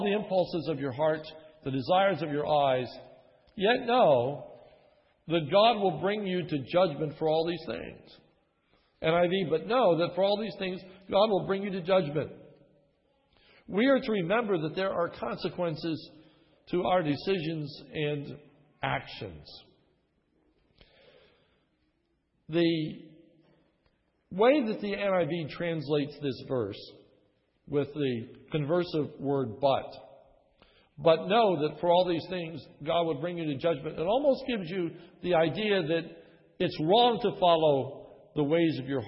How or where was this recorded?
large echoing room